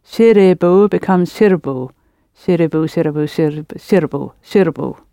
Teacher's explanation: So that second I has virtually disappeared.